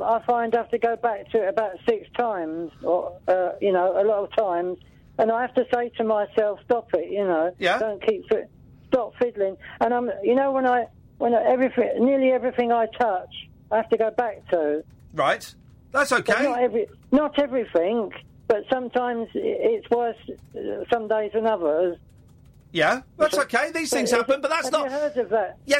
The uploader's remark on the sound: The show comes live from an airplane